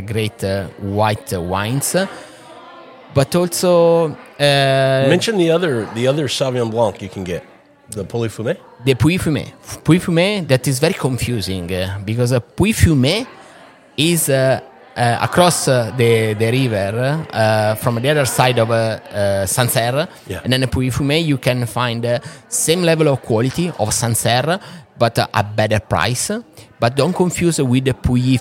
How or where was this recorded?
busy venue